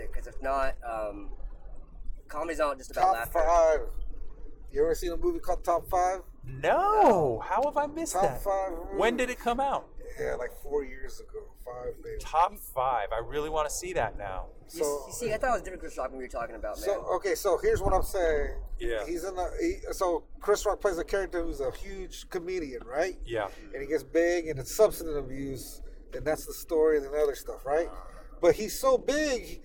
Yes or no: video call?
no